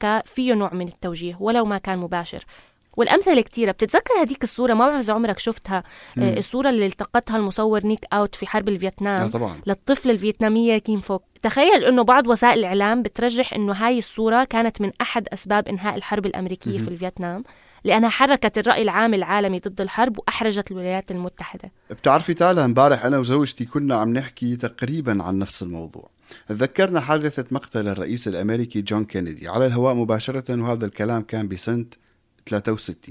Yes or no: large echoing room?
no